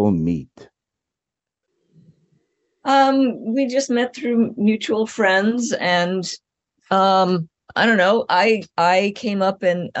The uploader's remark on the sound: We were thrilled to have them in our Zoom studio